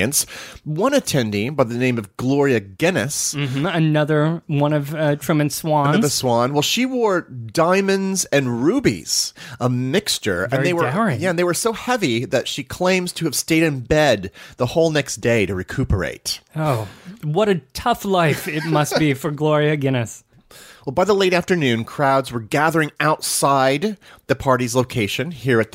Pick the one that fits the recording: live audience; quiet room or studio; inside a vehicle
quiet room or studio